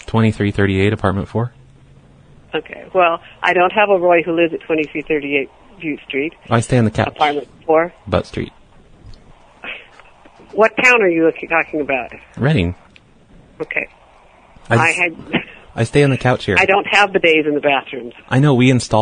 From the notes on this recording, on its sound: Personal Prank Phone Calls Collection